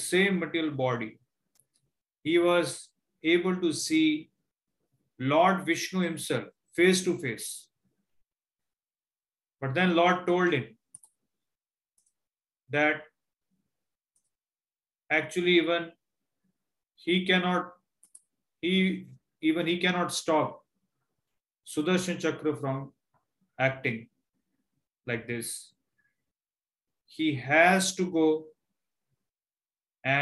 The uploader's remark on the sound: Zoom recorded sessions